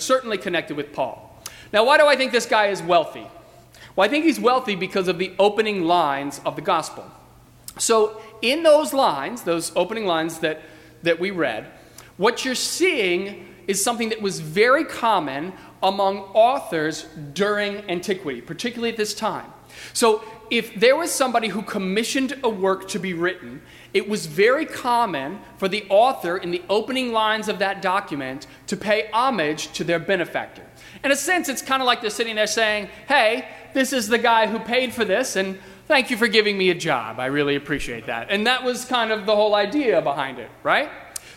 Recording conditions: large echoing room